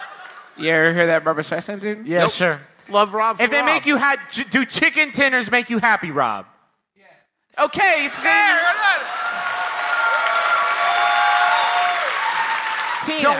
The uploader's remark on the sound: Here's our final live show from our Midwest tour from earlier this year, which took place Easter Sunday at the Athenaeum in beautiful Chicago, IL.